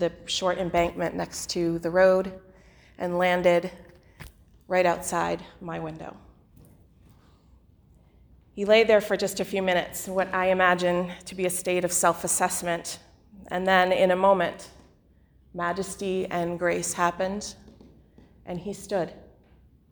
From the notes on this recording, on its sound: The following sermon was delivered on Sunday, December 15 2019 at the Unitarian Universalist Congregation in Andover.